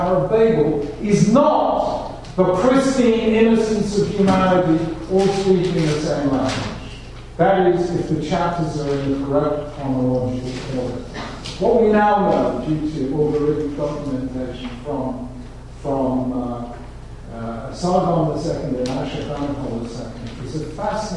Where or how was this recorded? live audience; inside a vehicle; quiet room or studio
live audience